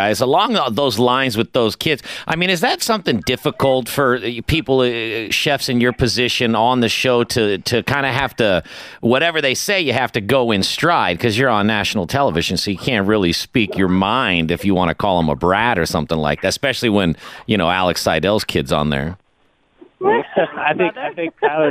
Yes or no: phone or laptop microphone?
no